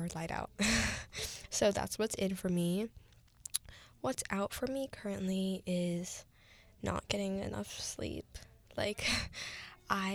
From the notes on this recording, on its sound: There is some background noise, which unfortunately i wasn't aware.